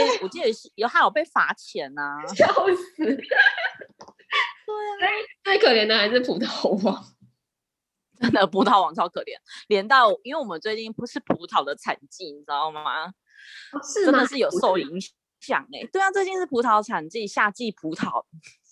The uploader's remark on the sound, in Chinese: 久違的遠端錄音